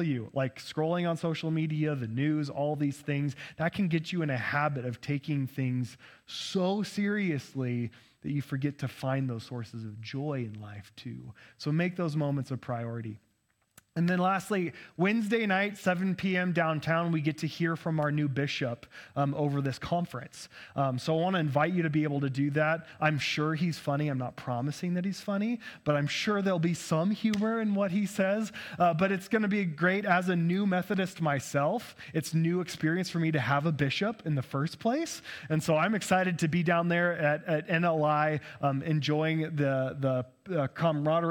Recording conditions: large echoing room